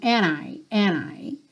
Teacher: Mas aqui acontece aquela mesma situação que acontecia com a letra T, agora com a letra D. Quando eu tenho um N antes, muitas vezes no inglês americano, esse D acaba não aparecendo.